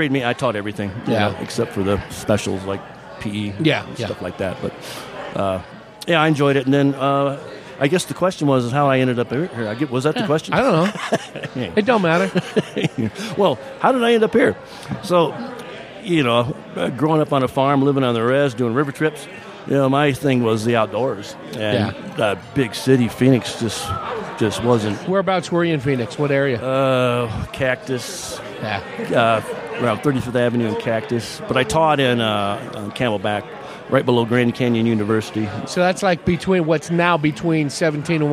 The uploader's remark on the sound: Recorded at The Palace Restaurant & Saloon. Recorded at The Palace Restaurant & Saloon.